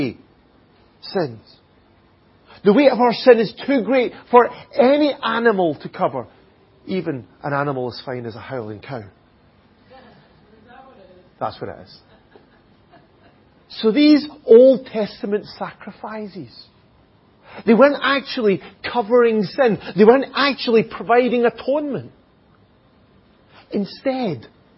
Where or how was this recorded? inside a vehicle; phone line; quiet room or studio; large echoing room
large echoing room